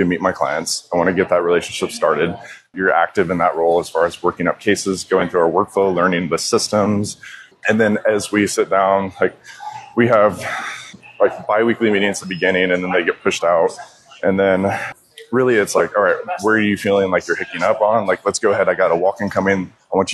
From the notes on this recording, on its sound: This special episode was recorded on the move at the VMX conference, so listeners will get to experience the lively atmosphere of the event in the background.